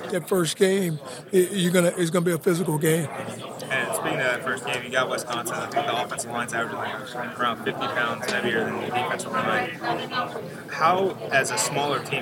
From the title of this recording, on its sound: Live from AAC Media Days